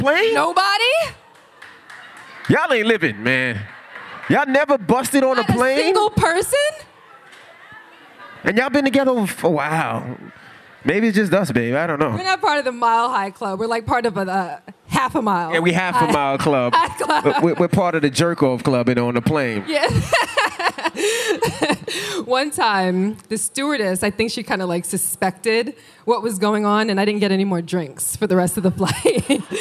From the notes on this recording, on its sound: Live At Sony Hall NYC.